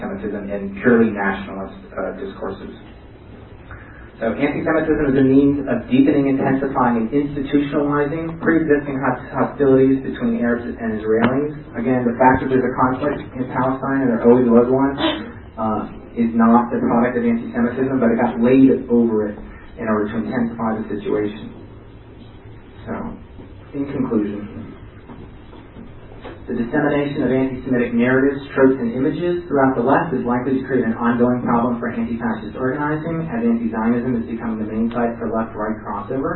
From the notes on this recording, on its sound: Presentation at the 2010 ARA convention. Even though the sound quality is not the best.